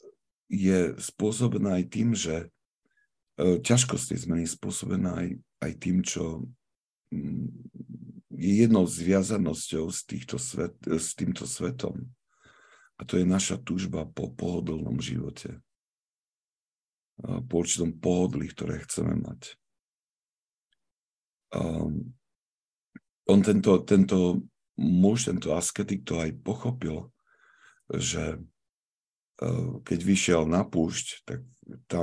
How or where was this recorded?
video call